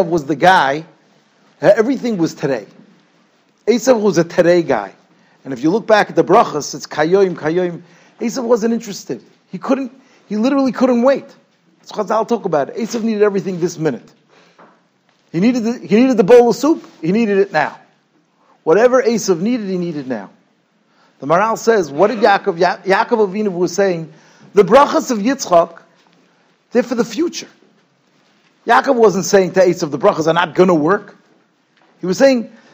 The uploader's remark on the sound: Shiur recorded in Yeshivas Ohr Reuven, Monsey, NY.